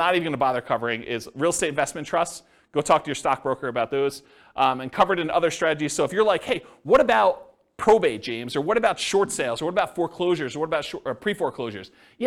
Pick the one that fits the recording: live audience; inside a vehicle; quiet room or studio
live audience